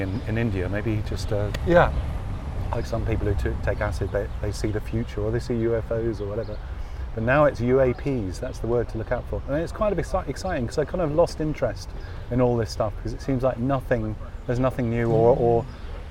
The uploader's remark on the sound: Radio On Science – outside broadcast